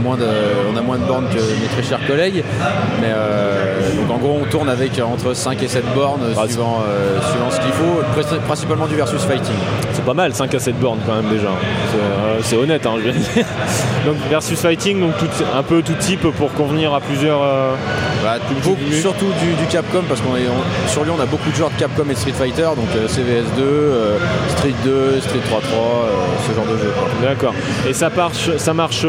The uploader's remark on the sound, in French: Stunfest 2010. Podcast sur l'arcade enregistré lors du Stunfest. Il a été remixé, nettoyé et chapitré.